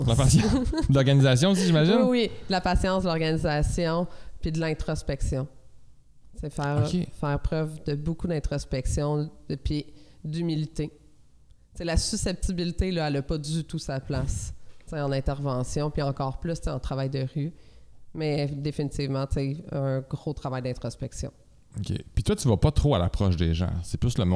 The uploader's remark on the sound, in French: Le podcast a été enregistré en juillet 2021 à la microbrasserie le Boquébière au 50, rue Wellington Nord à Sherbrooke